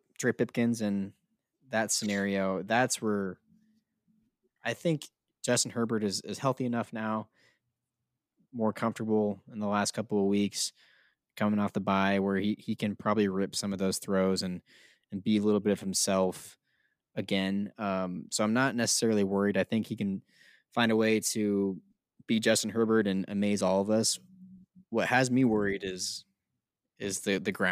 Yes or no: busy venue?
no